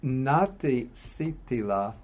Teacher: So when they come together, what's done, again, for ease of pronunciation, is to join them into a, and turn the two short A's into a long one